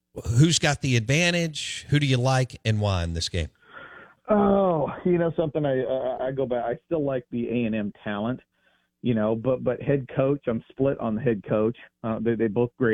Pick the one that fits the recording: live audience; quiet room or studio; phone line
phone line